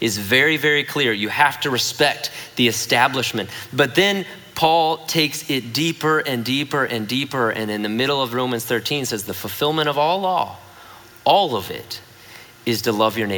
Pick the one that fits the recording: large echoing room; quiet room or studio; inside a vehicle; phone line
large echoing room